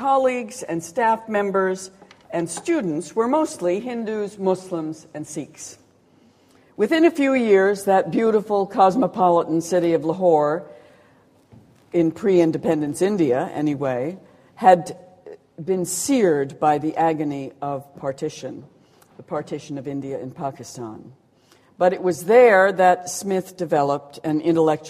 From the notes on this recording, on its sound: A series of Gifford Lectures. At The University of Edinburgh.